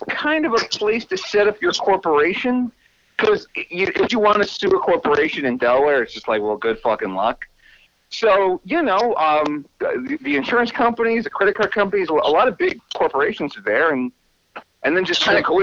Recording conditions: phone line